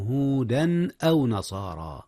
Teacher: أظهر التنوين قبل الهمزة، إذ الهمزة من أحرف الحلق وهي من أحرف الإظهار طبعا